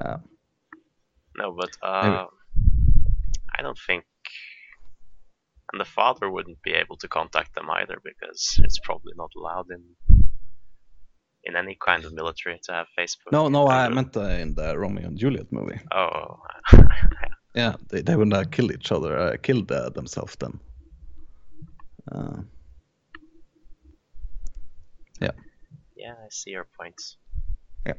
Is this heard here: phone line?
no